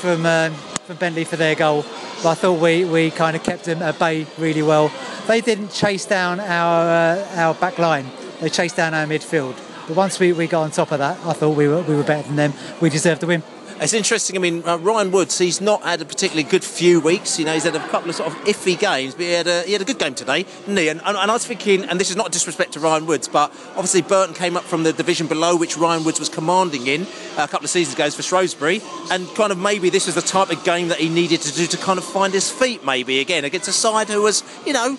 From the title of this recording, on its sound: post-match podcast from the pub